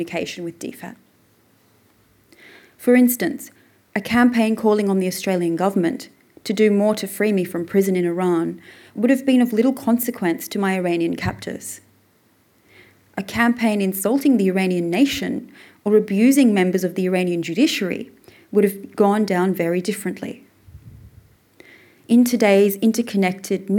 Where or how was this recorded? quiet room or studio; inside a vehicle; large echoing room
large echoing room